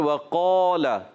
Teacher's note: और काफ अलिफ ज़बर, का अलिफ मद्दा है, और काफ के बाद यानी हुफ़े मुस्तालिया के बाद अलिफ आ जाए तो वह अलिफ भी मोटा पढ़ा जाता है, उसको भी हम पुर पढ़ेंगे।